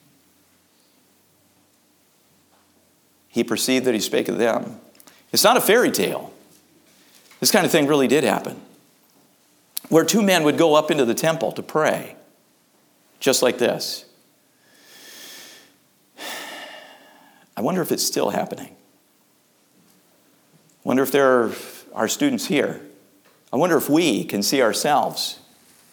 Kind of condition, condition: setting, large echoing room